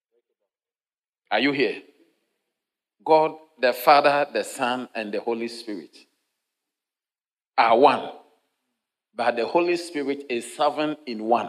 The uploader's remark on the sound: Sermon delivered on Friday, October 4, 2023, at LCI Mega-Church in Cape Town, South Africa.